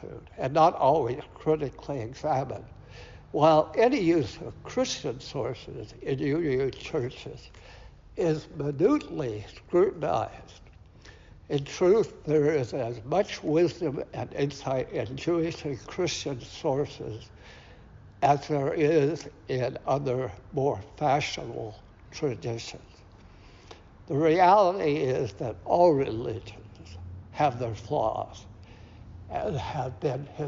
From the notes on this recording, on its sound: Recorded at Auckland Unitarian Church 23rd April 2023.